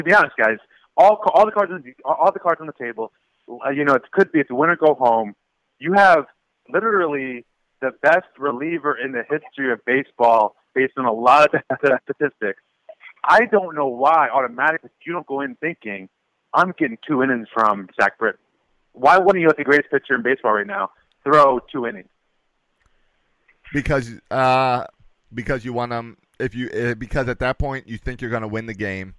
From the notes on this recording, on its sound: take to the phone